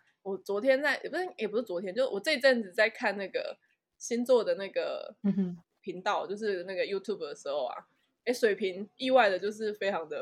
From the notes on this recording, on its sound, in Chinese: 這次錄音遇到比較多問題，所以剪輯調整花了比較多時間。